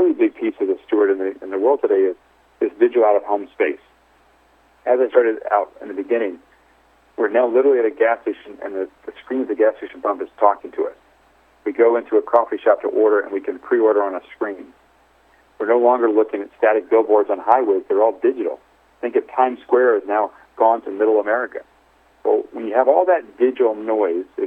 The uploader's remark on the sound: called in to SmallCapVoice